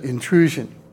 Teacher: because the S spelled in intrusion is followed by I-O-N, there's another pronunciation rule that comes to effect and causes us to say not S but J, intrusion.